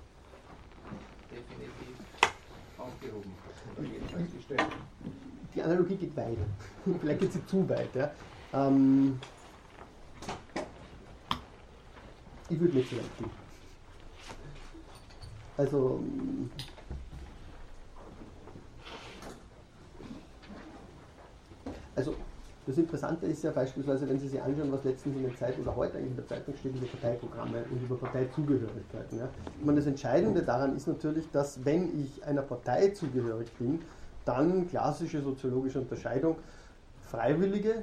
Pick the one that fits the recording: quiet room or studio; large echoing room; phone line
large echoing room